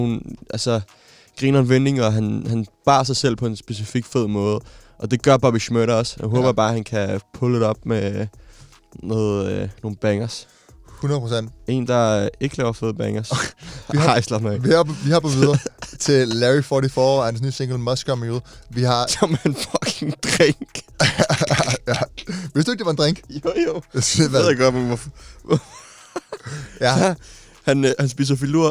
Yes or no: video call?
no